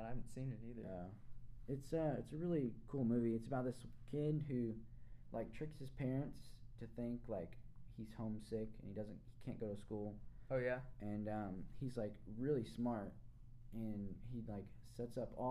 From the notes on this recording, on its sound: Sorry about the quiet audio still trying to work out the kinks.